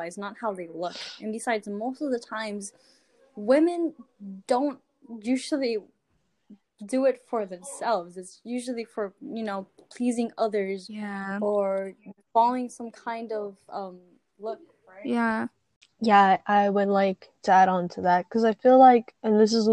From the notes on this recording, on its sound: Regardless of the amount of lagging, interrupting, and background noise there is in this episode.